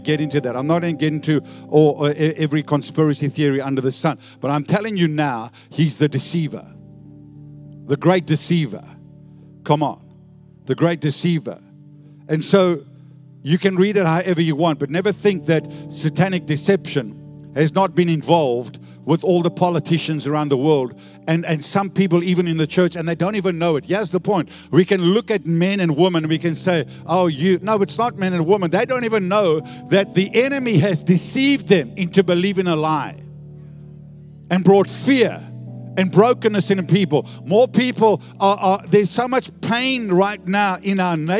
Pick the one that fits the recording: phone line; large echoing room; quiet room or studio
large echoing room